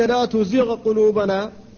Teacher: فالغين ساكنة وبعدها القاف محركة وهما متقاربان لكن لا ادغام بينهما